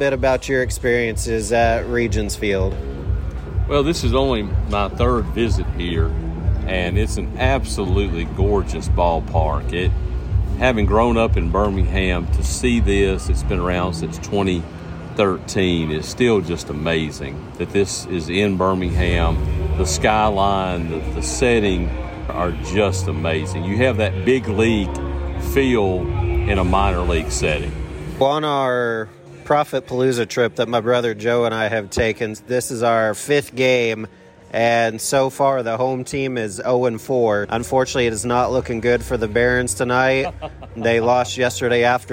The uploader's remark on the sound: Recorded together in person in Birmingham, Alabama. We recorded live together from inside Regions Field, home of the Double-A Birmingham Barons.